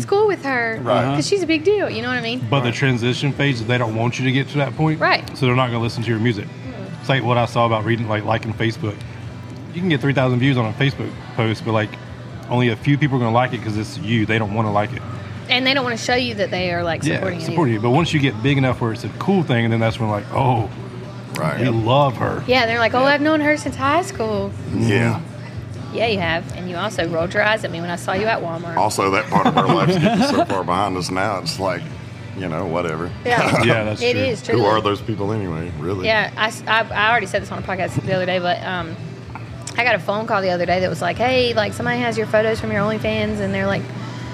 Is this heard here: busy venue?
yes